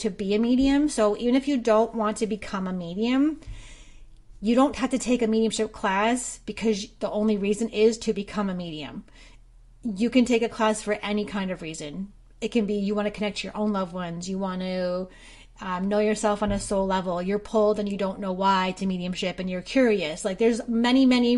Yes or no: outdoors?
no